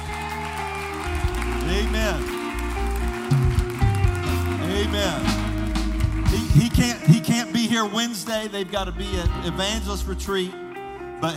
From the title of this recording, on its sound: Sunday Night Worship Service